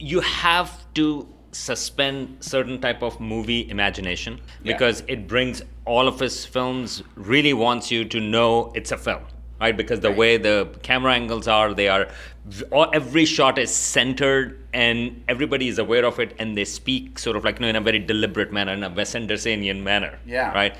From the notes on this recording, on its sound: Next, a set of performances we held at the Green River Festival. Taking place in the Roundhouse in the middle of the Franklin County Fairgrounds, we cajoled a handful of the artists already performing at the festival to perform impromptu intimate performances and chat with us.